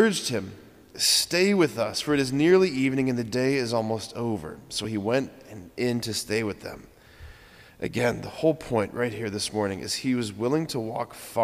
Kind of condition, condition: setting, large echoing room